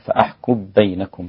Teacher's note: أدغم السوسي أيضا الميم في الباء